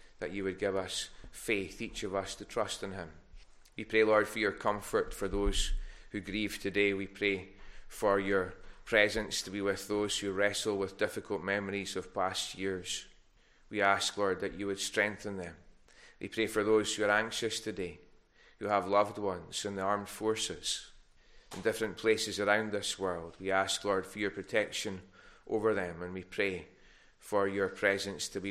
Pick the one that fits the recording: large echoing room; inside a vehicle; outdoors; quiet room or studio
large echoing room